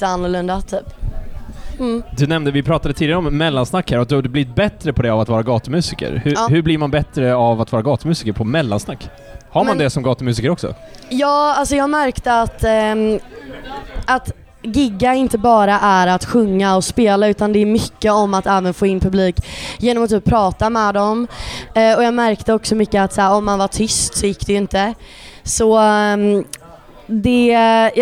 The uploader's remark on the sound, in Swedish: från spelningen på K103 Off The Record på Oceanen